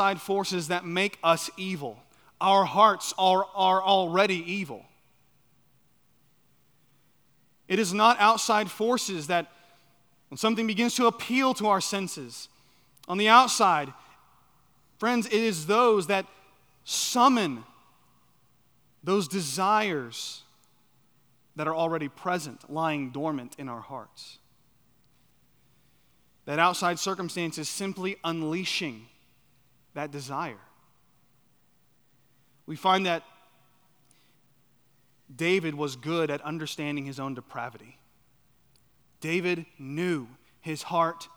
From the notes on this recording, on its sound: at Chaffee Crossing Baptist Church in Barling, AR.